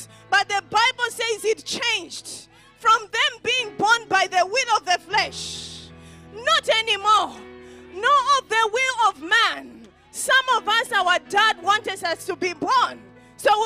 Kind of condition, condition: setting, large echoing room